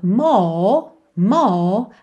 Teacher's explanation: o R somente como um alongamento da vogal anterior